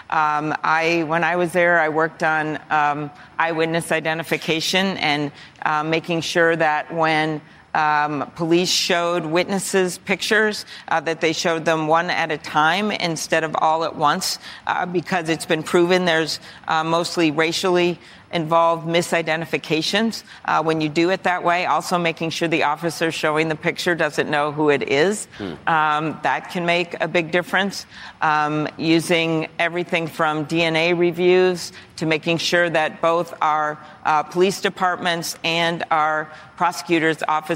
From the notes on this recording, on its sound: answers questions from voters in Nevada during a live town hall